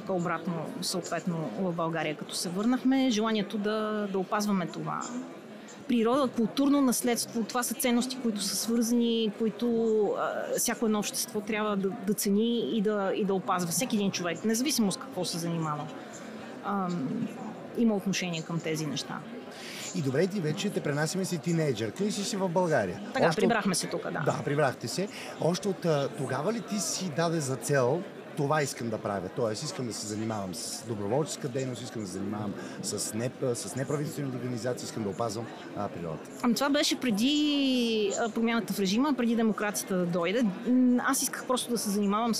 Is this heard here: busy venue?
yes